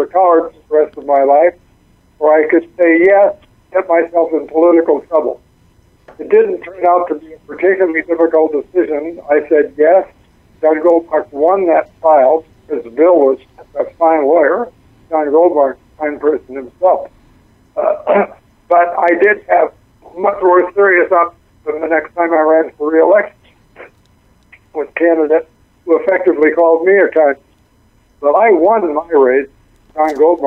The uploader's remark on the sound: calls